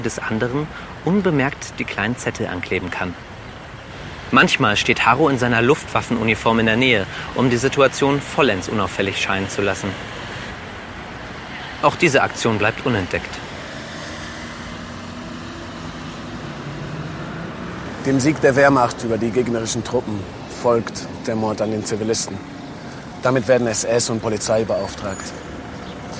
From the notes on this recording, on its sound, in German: Auf einem Spaziergang durch Berlin. Die Tour wurde im Zentrum von Berlin an Originalorten aufgenommen.